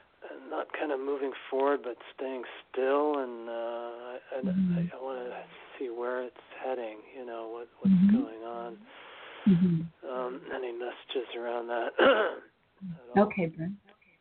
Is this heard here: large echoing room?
no